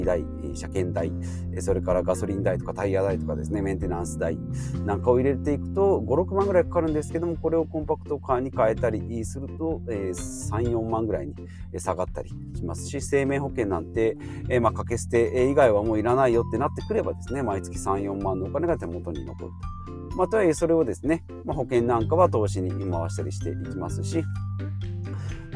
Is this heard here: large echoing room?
no